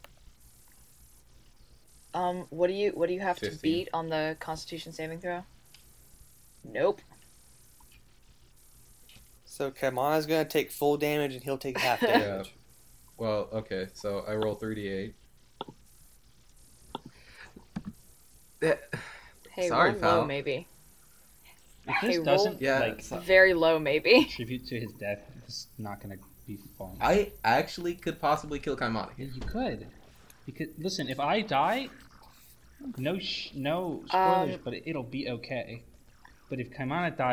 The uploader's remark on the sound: Some more unfortunate audio issues this episode